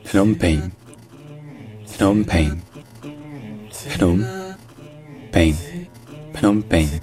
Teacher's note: C'est littéralement PH, donc ça se dit P, on dit un P aspiré techniquement, mais puisque le P aspiré n'existe pas en français, on peut juste remplacer ça par un P normal.